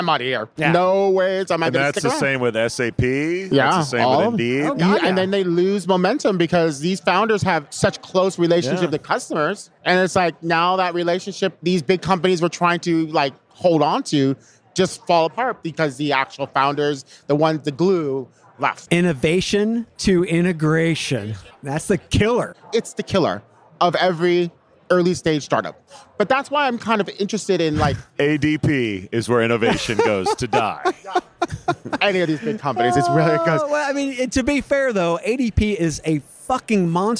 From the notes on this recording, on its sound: Live from UNLEASH America in the Workhuman booth.